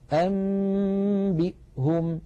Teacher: الأمر بمنتهى البساطة، إن جاءنا نون ليس عليها حركة وفوقها ميم صغيرة، بدل أن ننطقها نون ننطقها ميم مع تطويل الغنة · Term: القلب